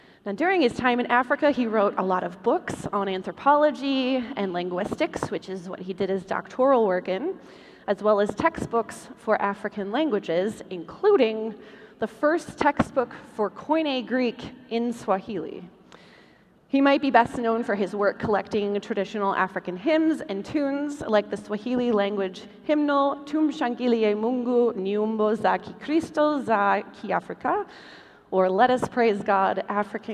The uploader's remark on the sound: LIVE from the 2023 LWML National Convention. Presenting a live stage show version of their podcast as the Saturday night entertainment at the LWML National Convention in Milwaukee, Wisconsin.